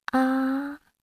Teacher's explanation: First tone, a high level tone, represented by a flat line. Ah. for example, ma, mother.